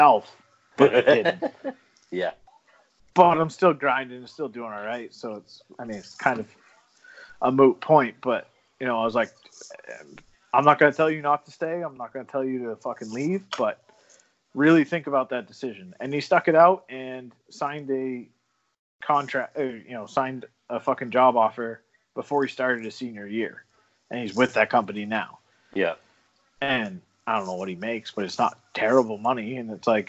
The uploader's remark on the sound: This episode is brought to you but the way of SKYPE!